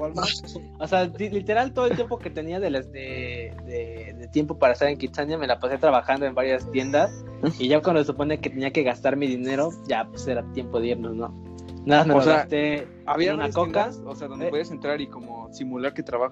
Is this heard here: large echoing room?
no